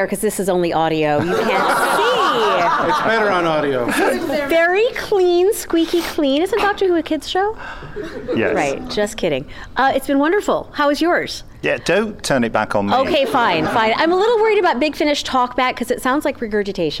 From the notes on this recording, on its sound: The Big Finish Podcast returns, live from Chicago TARDIS 2015!